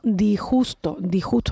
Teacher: hay gente que esa S de disgusto la quita